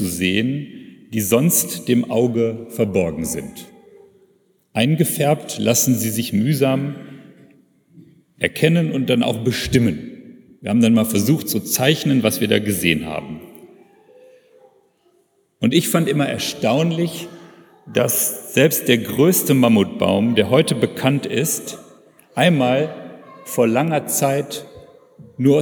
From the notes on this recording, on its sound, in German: predigt in einem Gottesdienst mit Kantorei, Taufen und Abendmahl